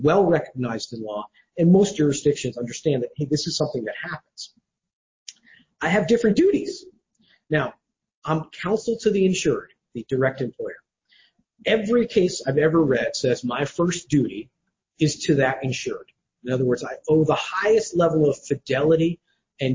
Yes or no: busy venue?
no